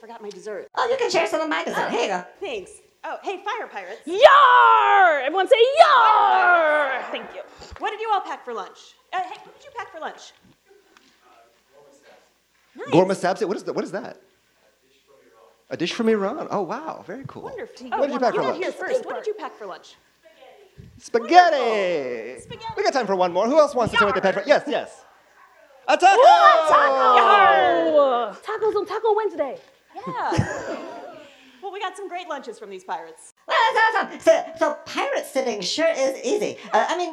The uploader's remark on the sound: Live from SXSW Edu.